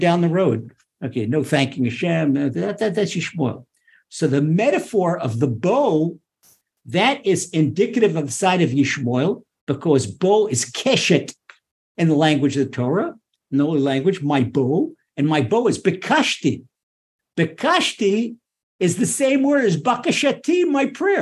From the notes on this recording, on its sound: Recorded via TORCHzoom